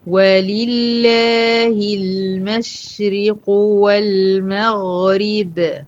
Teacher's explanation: المشرق كلها مرققة ما عدا القاف، والمغرب كلها مرققة ما عدا ايه الغين، تمام.